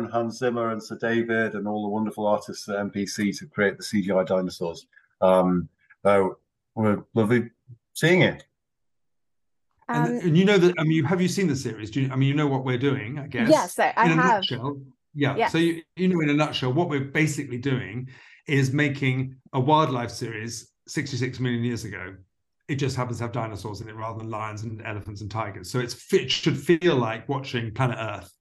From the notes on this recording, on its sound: The Cosmic Circus had the opportunity to sit down over Zoom with the show's executive producer.